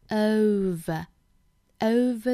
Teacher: 我们注意双元音的滑动，从 a 到 w 的滑动